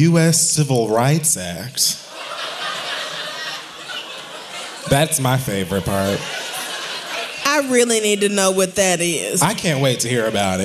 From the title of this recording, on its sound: Live From Sony Hall 4/21